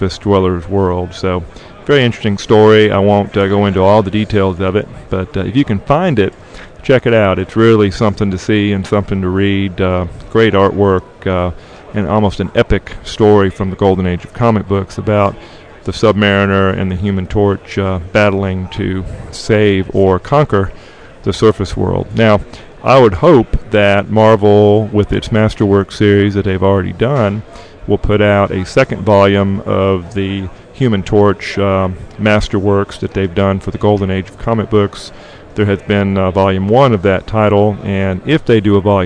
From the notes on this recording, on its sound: We are “live” from Heroes Con 2007!